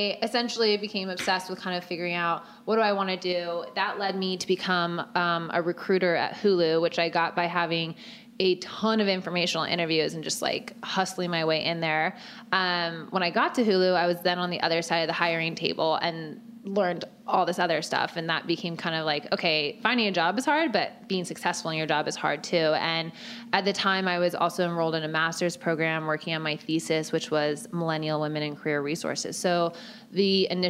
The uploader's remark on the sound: Live at Create & Cultivate Chicago